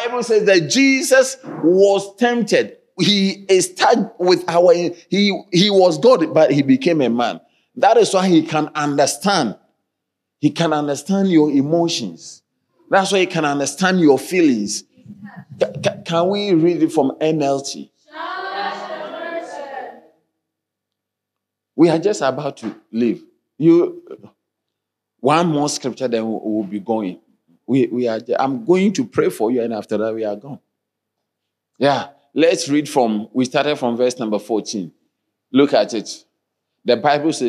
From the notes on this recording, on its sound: Sermon delivered on Friday, December 7, 2023, at Strong Christian Church in Cape Town, South Africa.